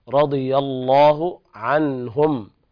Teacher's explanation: وهنا إظهار حلقي لوقوع الهاء بعد النون الساكنة